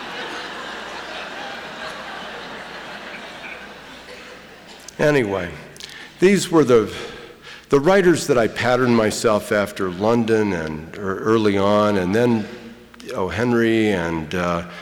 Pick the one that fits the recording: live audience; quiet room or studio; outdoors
live audience